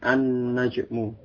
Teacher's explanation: Jadi An-Najmu, bukan Al-Najmu, tapi An-Najmu. Lamnya masuk ke huruf Nun, huruf yang sesudah lam.